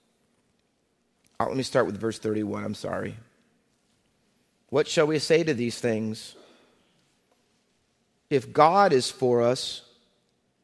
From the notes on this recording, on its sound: Faith Baptist Church in Hamilton, NJ.